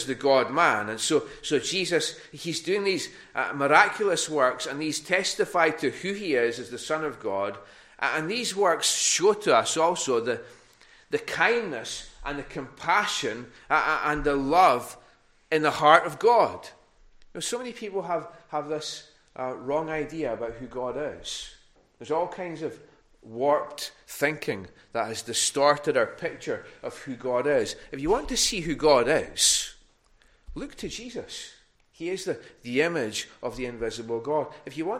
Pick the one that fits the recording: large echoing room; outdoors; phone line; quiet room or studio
large echoing room